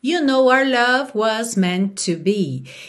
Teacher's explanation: que esse our vem ali espremidinho entre outras palavras, ele acaba virando are. R, ou seja, como a letra R mesmo, ok?